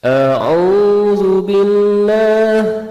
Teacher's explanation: A-nya turun, U-nya naik, Billahnya juga naik ya · Term: nahawan